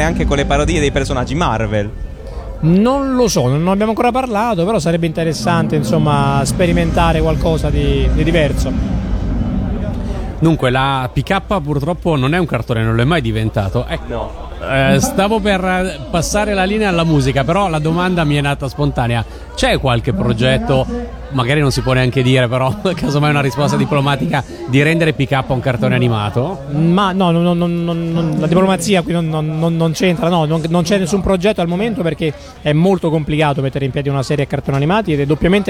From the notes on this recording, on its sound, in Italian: intervistato a Lucca Comics & Games 2013